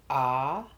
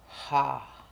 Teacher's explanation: And on exhale, ha. Noticing the slight constriction in the back of the throat that those sounds make. And the lift of the soft palate at the back of the roof of the mouth on the inhalation, the ah.